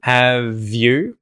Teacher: the V at the end of have can join to the Y sound in the word you. Have you. It sounds like the word view, right?